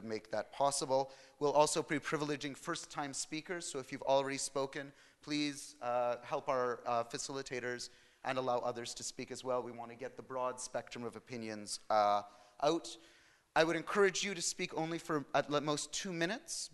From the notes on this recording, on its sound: Talk with an engaged audience at the UN|COMMONS conference in Berlin. UN|COMMONS was the 15th annual conference of the Berliner Gazette.